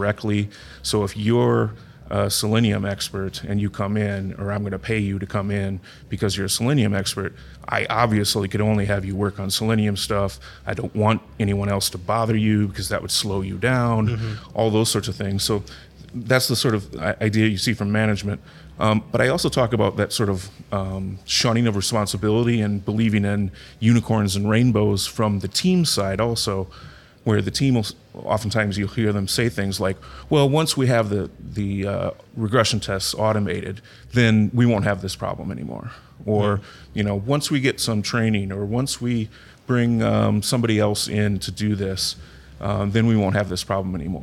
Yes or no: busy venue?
yes